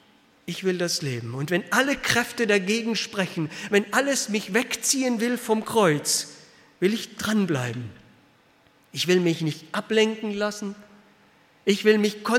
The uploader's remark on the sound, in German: aus dem Gottesdienst der Liebenzeller Mission